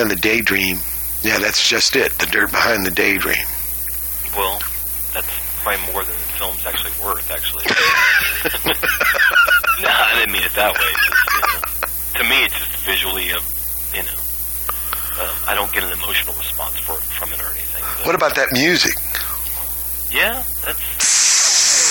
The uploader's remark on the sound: telephone interviews